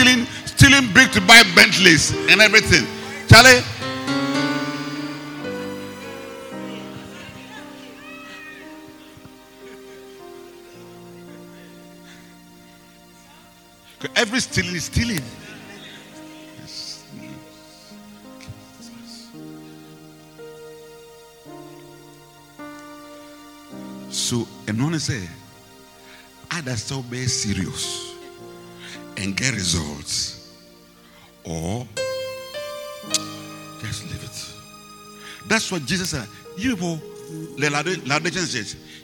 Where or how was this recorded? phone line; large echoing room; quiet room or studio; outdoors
large echoing room